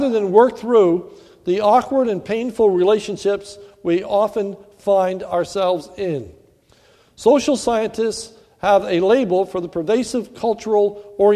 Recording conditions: large echoing room